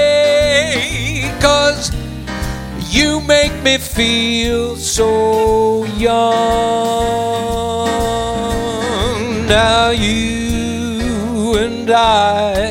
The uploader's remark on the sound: Live at the South Point Casino